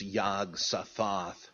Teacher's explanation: with the last syllable accented